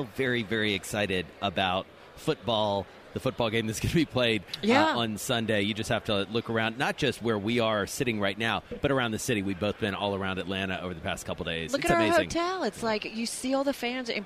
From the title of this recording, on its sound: From Radio Row in Atlanta